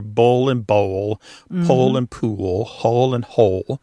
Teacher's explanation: And that L at the end of the syllable is what is known as a dark L. So the physical act of pronouncing that dark L kind of requires the back of the tongue to raise toward your soft palate. And that movement of the tongue pulls the vowel that comes before the L in a new direction.